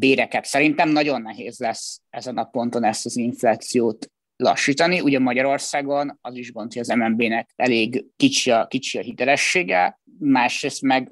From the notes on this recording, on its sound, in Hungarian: Az adást zoomon rögzítettük, elnézést kérünk a hanghibákért.